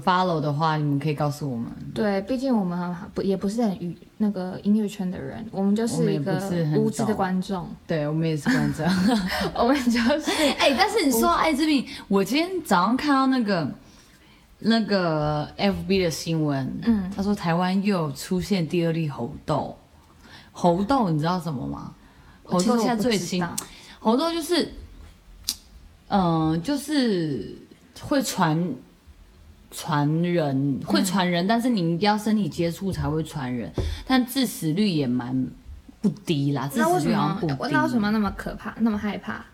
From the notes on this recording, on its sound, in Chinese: 背景音有一些小孩的玩耍與呻吟聲，我們暫停無數次排除噪音來源，希望下次我們可以有安靜不被打擾時間錄音哈哈哈。